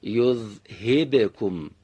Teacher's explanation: حرف با رو دقت داشته باشید، هم قطع صدا داره هم آشکار شدن بعد از قطع صدا. باید بگیم يُذْهِبْكُمْ، رهاش کنید.